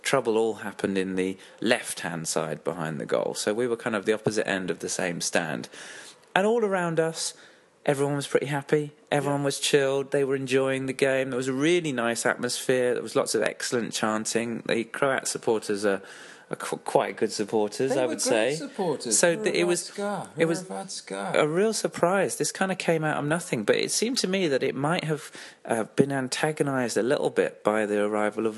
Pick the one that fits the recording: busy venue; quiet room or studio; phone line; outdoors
busy venue